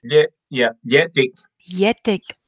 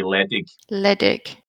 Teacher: pronouncing the L pronouncing it as a slender Gaelic L · Shown in: first take